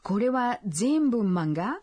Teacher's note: Como en la oración se omite el desu ka, que indica una pregunta, hay que asegurarse de pronunciarla en tono ascendente.